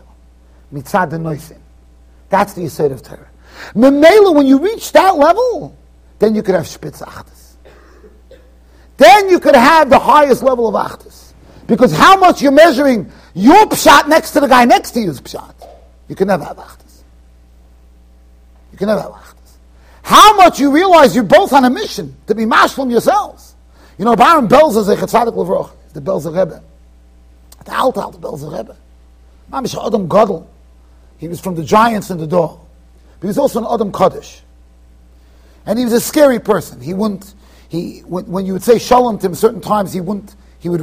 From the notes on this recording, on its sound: Shiur recorded in Yeshivas Ohr Reuven, Monsey NY.